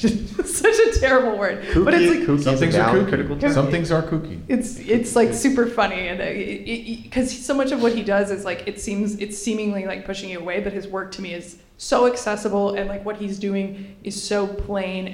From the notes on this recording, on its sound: NYFF 2016 Live Roundtable. The fanfare of the 54th New York Film Festival may have officially wrapped on Saturday. As part of an aptly named "Festival Wrap" free talk, several of Film Comment's frequent contributors and editors recently came together before a live audience.